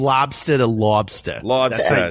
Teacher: as you head north, that, that O gets longer and longer.